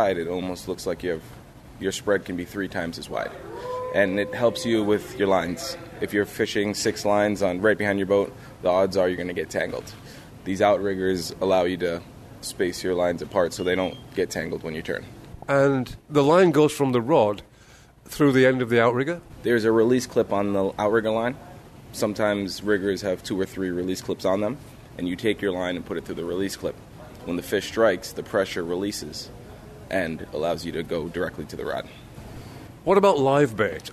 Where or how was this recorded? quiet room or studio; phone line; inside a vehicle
inside a vehicle